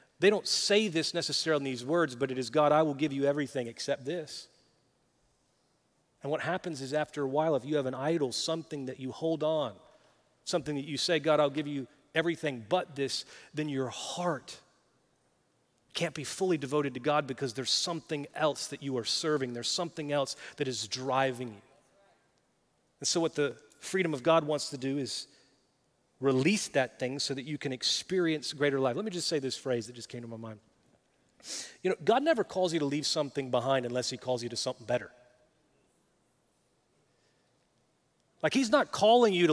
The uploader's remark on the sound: Recorded live at Brookwood Church.